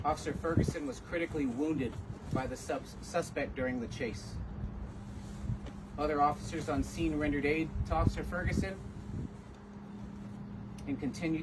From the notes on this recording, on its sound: Alamogordo Police Department Press Conference